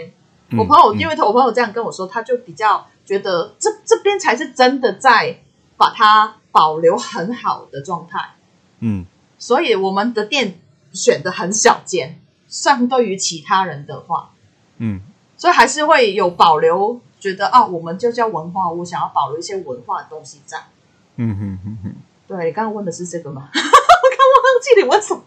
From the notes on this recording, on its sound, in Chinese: 錄音程序：台北、香港的異地錄音～。今天的錄音品質有點問題，煩請見諒！